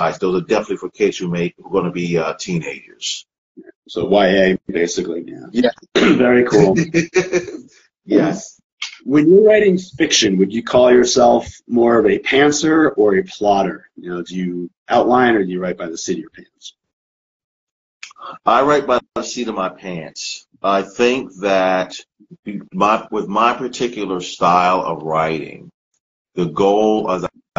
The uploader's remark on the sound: part of a series of Instagram Live interviews